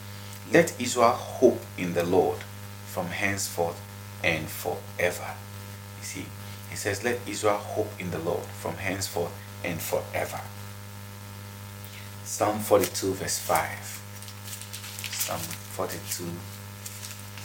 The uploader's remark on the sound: Kindly pardon the background noise.